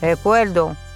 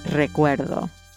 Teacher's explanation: the R's are often pronounced like L's · Shown in: first take · as in recuerdo, instead of recuerdo.